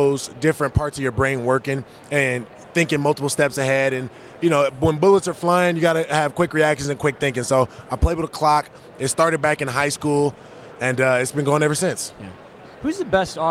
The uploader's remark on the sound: Live from Super Bowl LVIII - Day 4